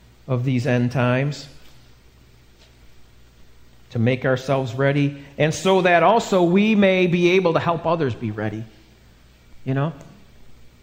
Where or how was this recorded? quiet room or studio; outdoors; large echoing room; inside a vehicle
large echoing room